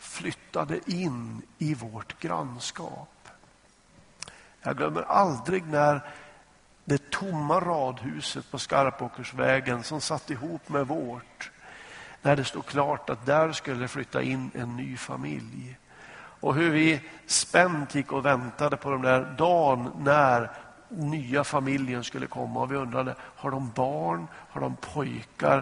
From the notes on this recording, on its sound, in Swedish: Inspelad i Smyrnakyrkan, Göteborg.